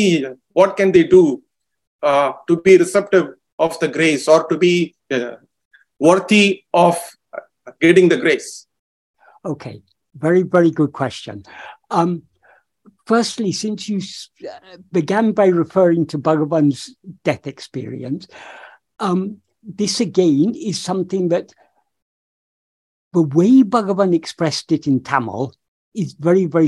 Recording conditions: video call